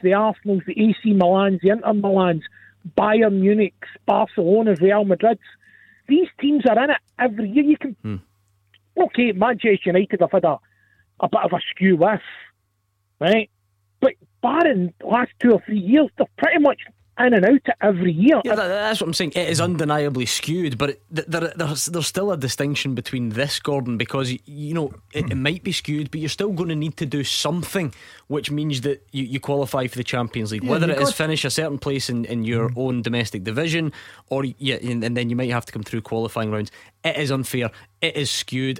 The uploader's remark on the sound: Clyde 1 Superscoreboard. Take your calls as we react live.